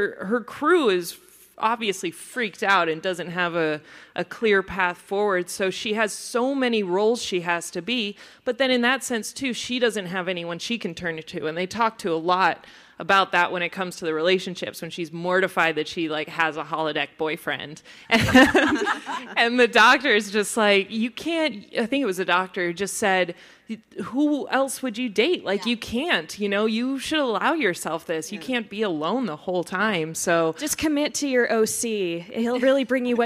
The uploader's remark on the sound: Warrior Women of Star Trek (STLV 2019). STLV Panel.